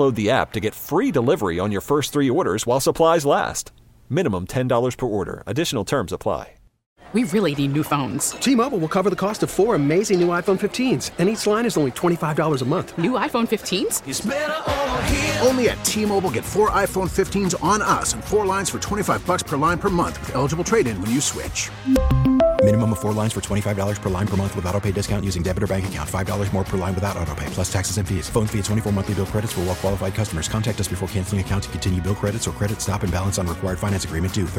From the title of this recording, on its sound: live from the United Center